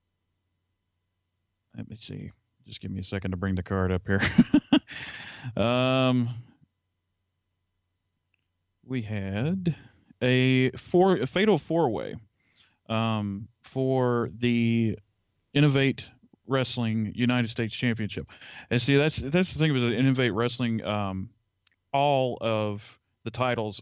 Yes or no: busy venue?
no